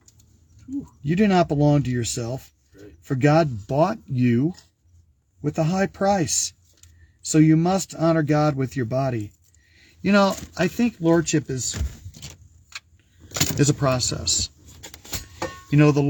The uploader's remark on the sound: Brown Bag In The Van!